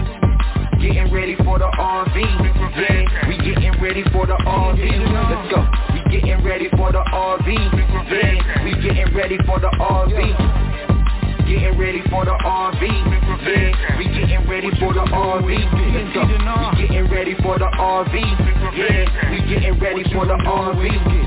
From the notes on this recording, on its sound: TNTSuperfantastic Conference Call.